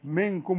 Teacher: لازم تغني النون مدام بعدها كاف منكم وتحقق الغنة